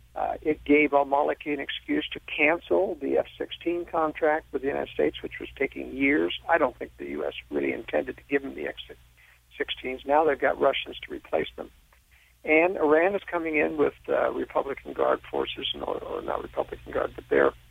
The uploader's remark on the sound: called